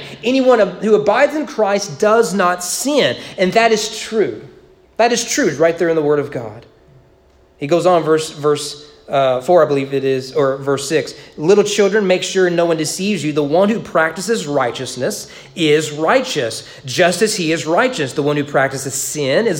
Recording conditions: large echoing room